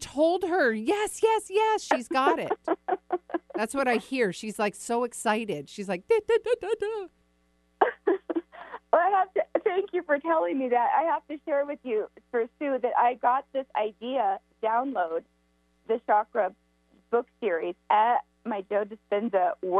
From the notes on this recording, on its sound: Listener calls + live readings!